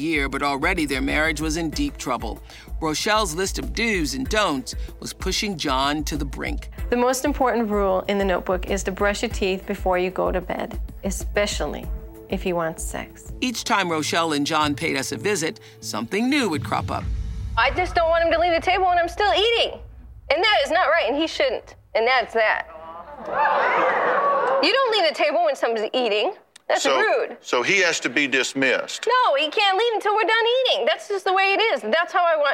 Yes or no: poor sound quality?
no